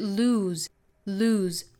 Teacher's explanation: 这个 losing 中间这个字母 s 应该对应的是浊音的 z 的发音，所以 lose lose 再加后面的 ing 就把这个 z 的音发得更加清楚了。Losing losing are losing theirs and blaming